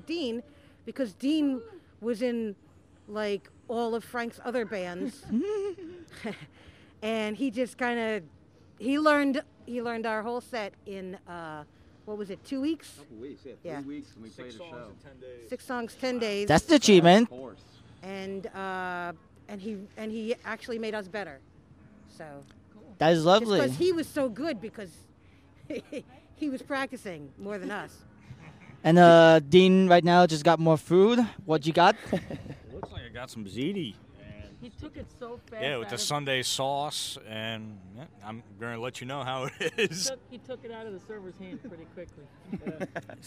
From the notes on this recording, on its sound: We attended an outdoor show at the Brighton Bar in Long Branch, NJ. Afterwards, we had a chat with them.